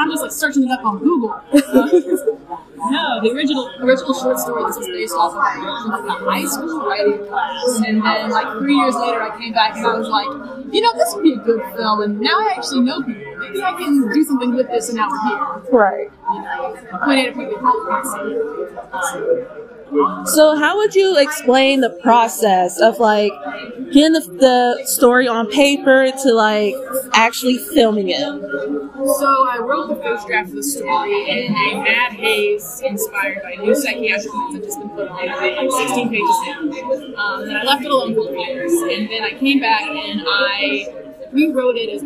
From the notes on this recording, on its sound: Media coverage for the film fest at Horrorhound! Please excuse the noisy background due to the setting of these interviews.